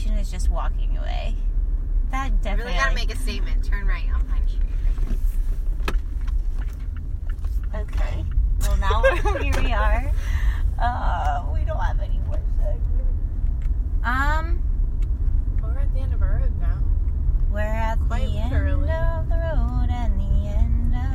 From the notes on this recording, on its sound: In this teeny tiny mini-sode we risk everything to record while driving down the streets of Orlando.